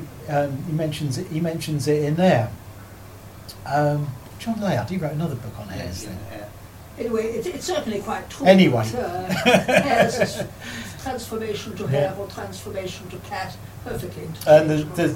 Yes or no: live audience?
yes